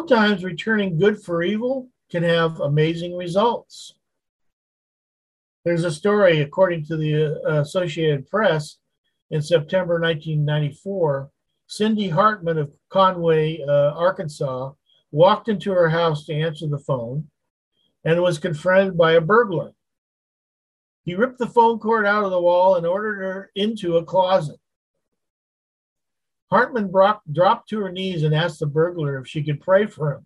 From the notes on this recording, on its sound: Wednesday Zoom study